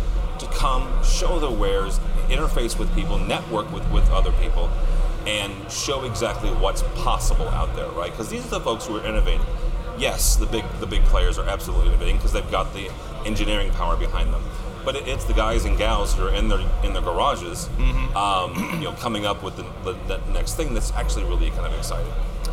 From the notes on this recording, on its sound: We are live from Integrated Systems Europe 2016.